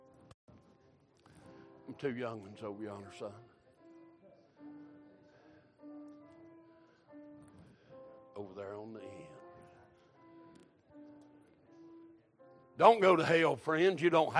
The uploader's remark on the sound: Recorded March 19, 2023 - Sunday Morning Service